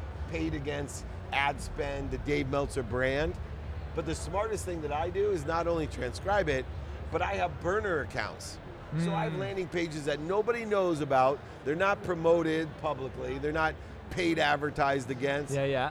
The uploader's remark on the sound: at Collision Conference in June 2023